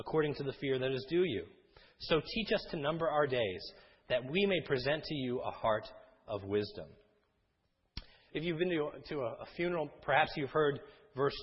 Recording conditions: large echoing room